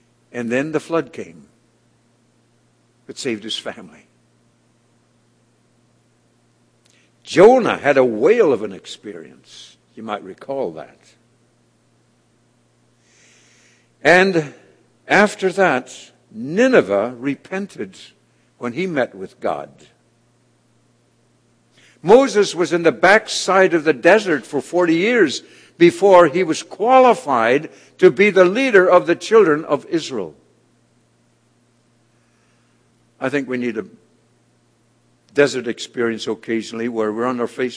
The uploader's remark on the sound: was delivered at The People’s Church of Somerville, NB